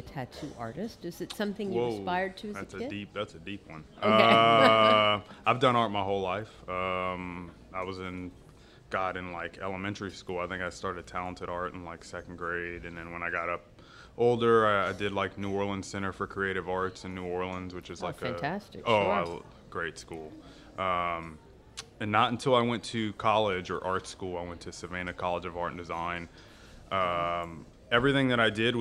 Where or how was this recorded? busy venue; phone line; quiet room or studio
busy venue